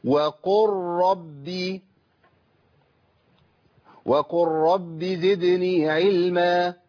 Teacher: اللام ادغمت في الراء ادغاما ايه كاملا بقت الراء مشدده